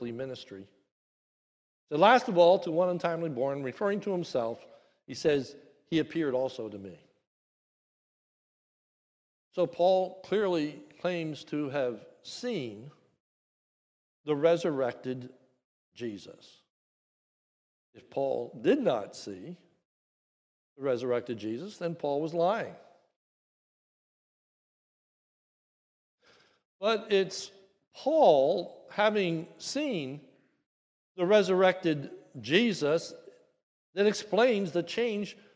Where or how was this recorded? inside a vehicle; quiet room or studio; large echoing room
large echoing room